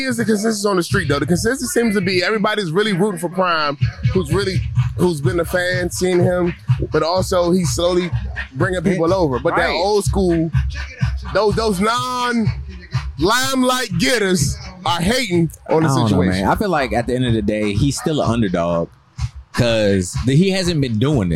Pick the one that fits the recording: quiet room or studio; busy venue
busy venue